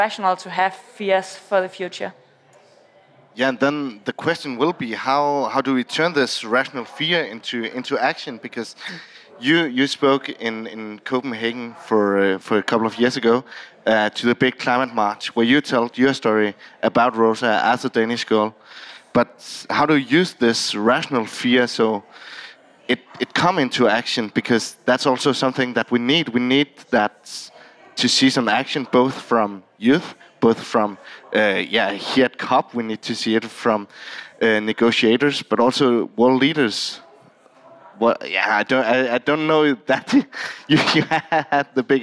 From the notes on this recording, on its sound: This Nordic Talks episode is the third of five special podcast episodes, recorded at COP28 in Dubai.